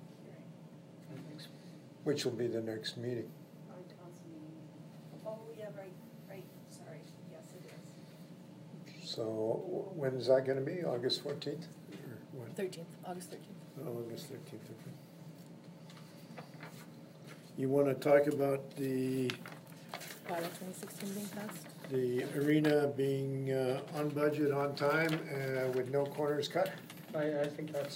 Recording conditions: large echoing room